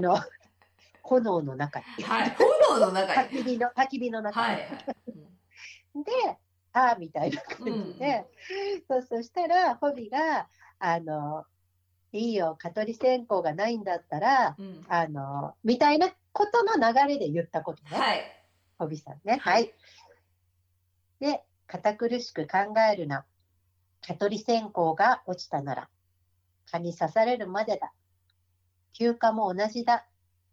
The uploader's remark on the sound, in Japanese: 今回もリモートでの収録となっているため、聴きにくい箇所があるかもしれませんが、ご了承いただければ幸いです。32分あたりから、聞き取りにくい部分がございます。